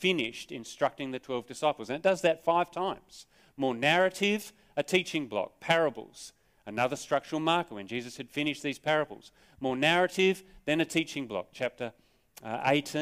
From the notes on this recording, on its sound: Sermon recorded live from Morley Baptist Church.